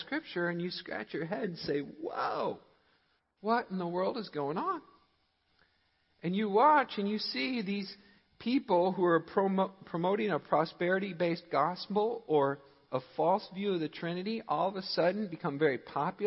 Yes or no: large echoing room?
yes